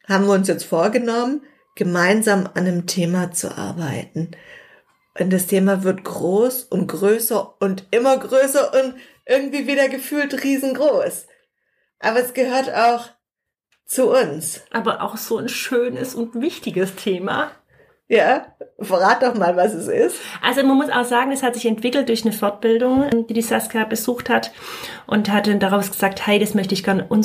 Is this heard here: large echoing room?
no